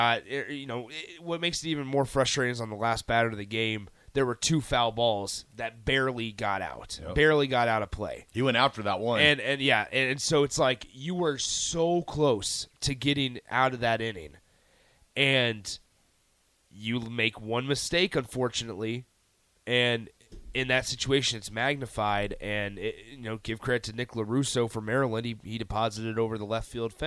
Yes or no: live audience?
no